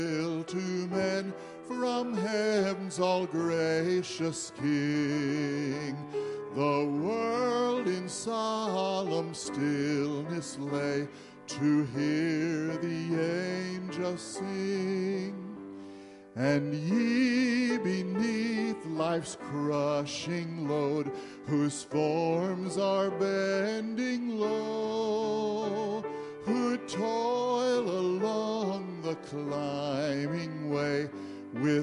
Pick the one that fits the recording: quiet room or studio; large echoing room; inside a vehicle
large echoing room